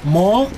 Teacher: Luego tiene una vocal nasal, ¿no? Que se pronuncia sacando el aire por la nariz, ¿no? Como este de mo.